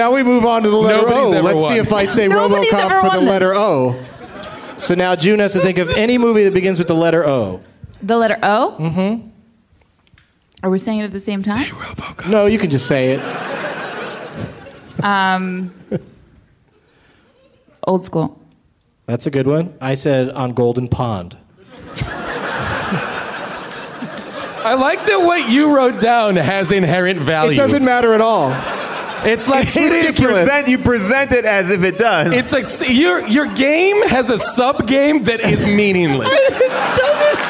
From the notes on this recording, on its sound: Live from Day 2 of Bumbershoot in Seattle.